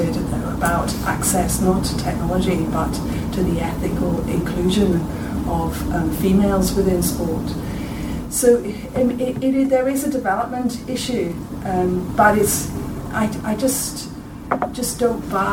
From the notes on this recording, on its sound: In this recording you will hear the first round of speeches and debating from the second room. I believe it may have been the Belfast South room, but I do not know for certain.